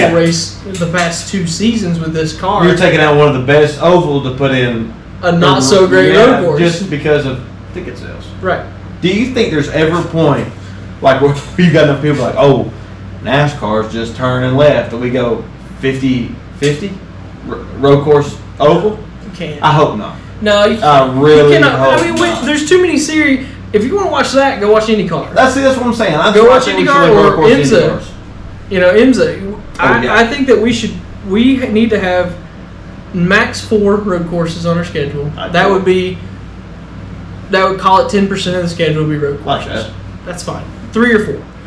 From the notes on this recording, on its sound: Ignore the terrible sound quality